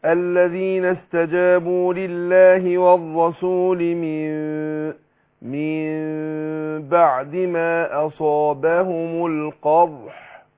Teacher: انطقها مع الاخفاء بيبقى فيه انفراج يسير بين الشفتين · Term: حكم الاقلاب